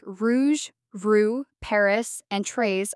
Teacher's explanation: Next, the French R. This is a uvular sound made at the back of your throat almost like a gentle gargle. It's not the English R made with your tongue.